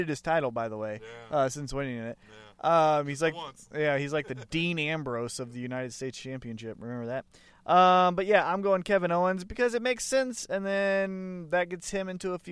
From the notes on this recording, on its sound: record the show from Up Down KC for the NWL Nintendo 64 No Mercy Tournament